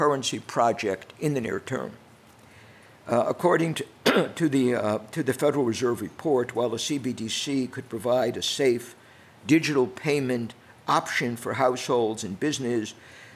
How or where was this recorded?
live audience